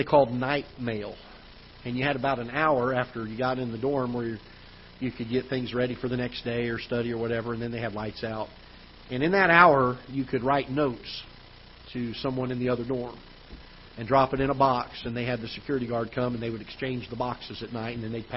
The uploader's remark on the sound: Ketha Heights Baptist Church ~ Live Broadcast